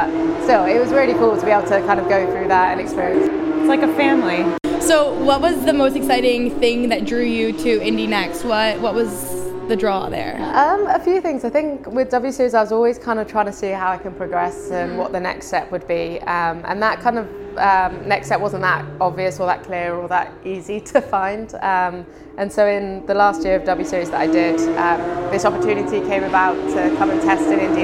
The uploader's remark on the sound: Live From IndyCar. In California ahead of her season finisher at Laguna Seca.